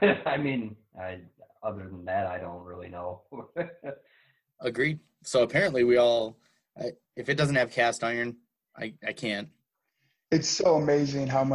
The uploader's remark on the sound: all done virtually through Zoom!